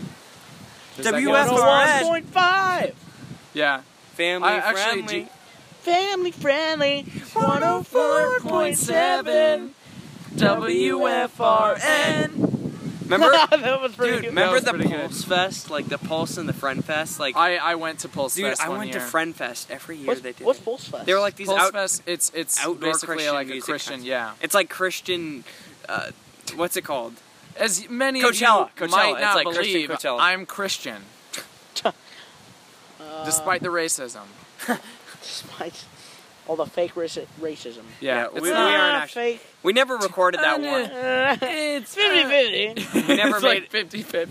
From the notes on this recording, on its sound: Sorry about the wind.